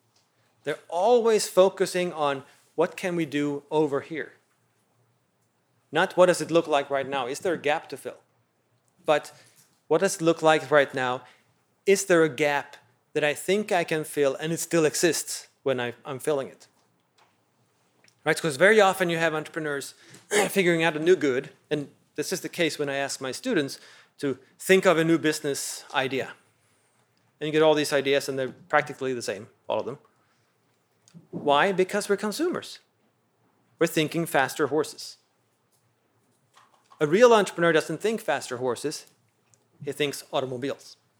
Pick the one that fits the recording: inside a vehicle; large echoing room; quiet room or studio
large echoing room